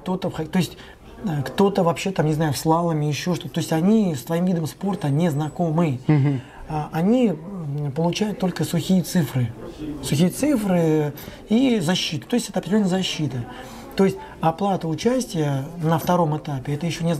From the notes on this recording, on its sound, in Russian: Записывал Ростове, на Mad Fox Ultra.